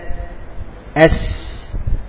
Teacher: لو أنا نزلت باللسان أس عشان أس نزلت باللسان، يبقى حصل من النزول ده اللي هو الاستفال، الاستفال حصل منه حاجة اسمها الترقيق، حصل يعني الحرف بقى نحيف